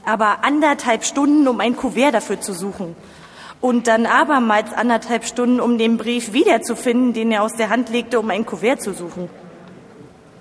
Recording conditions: live audience